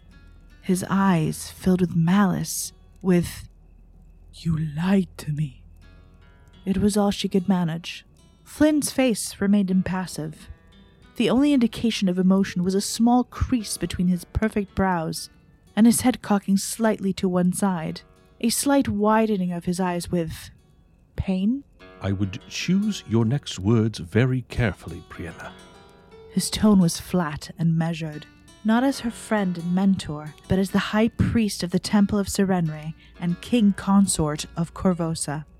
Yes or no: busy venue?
no